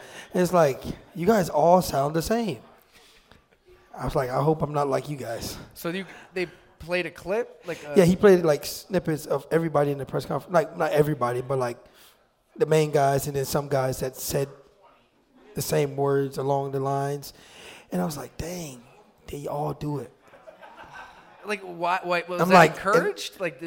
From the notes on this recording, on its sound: The last half of the show, he answers your questions live at Mister's Bar & Lanes in East Aurora, NY.